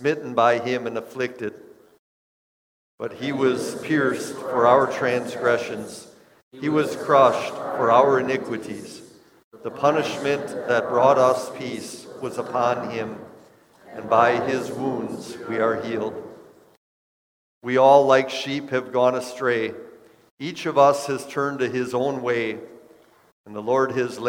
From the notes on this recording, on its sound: Preached this sermon at Bethany's Good Friday worship on April 15, 2022. Bethany, Appleton, WI.